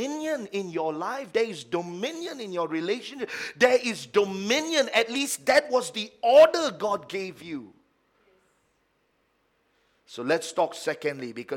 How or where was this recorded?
large echoing room